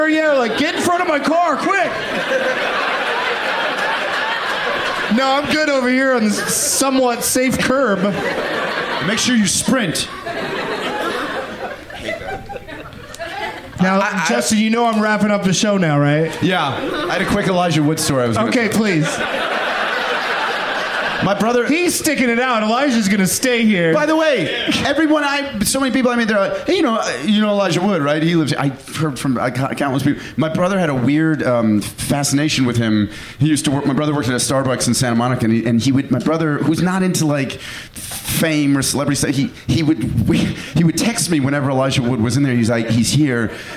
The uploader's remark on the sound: Live from the Cap City Comedy Club in Austin.